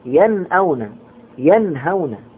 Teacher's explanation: فعند حرف الحلق أظهر، مثل قول الله عز وجل: وهم ينأون عنه، النون هنا ساكنة ين أتت بعدها الهمزة ين أون مع أنها في كلمة واحدة وينهون عنه النون هنا أيضا نون ساكنة بعدها حرف الهاء فتظهر